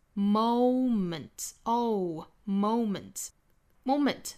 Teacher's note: moment 它也是双元音，但是注意这个滑动跟英音的元音是不一样的啊。英音是从 a 起，而美音呢是从 o 起。